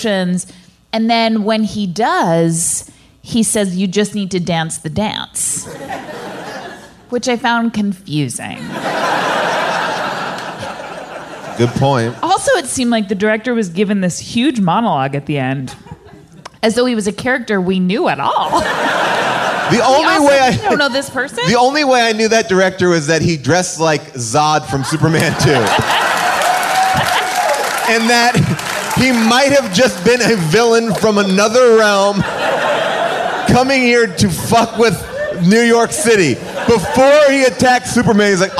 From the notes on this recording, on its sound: Recorded LIVE at Largo in Los Angeles.